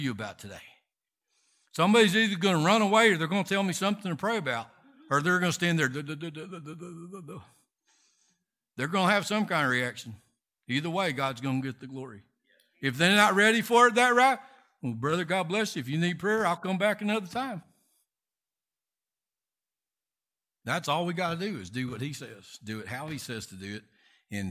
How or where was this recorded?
large echoing room